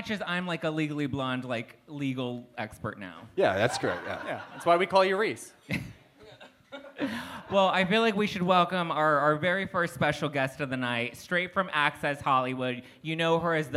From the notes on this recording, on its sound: an exclusive snipped of our NYC live show